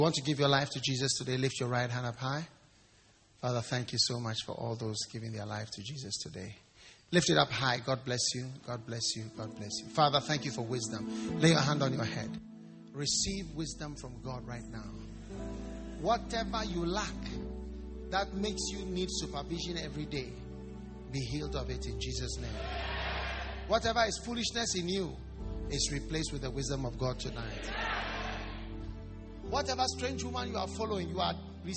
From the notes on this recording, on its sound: Preached at the Wisdom Impartation Service.